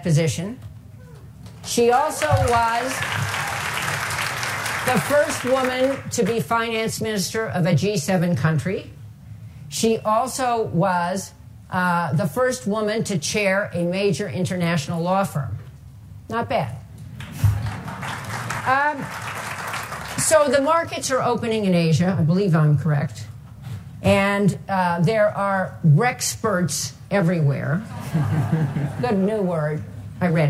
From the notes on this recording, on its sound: spoke at the Aspen Ideas Festival in Aspen, Colorado.